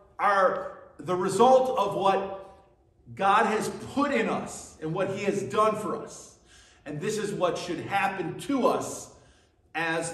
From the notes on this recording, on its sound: At Burlington Christian Church.